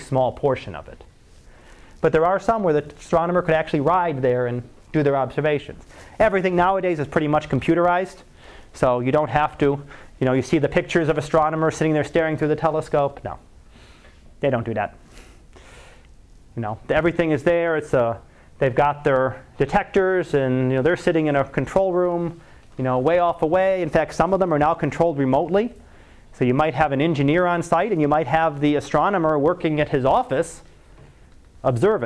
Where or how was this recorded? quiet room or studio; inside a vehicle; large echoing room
large echoing room